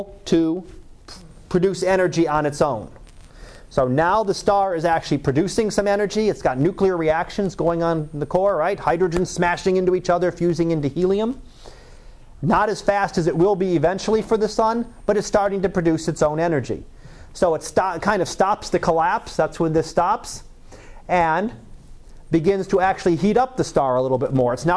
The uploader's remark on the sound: Live Class Lecture.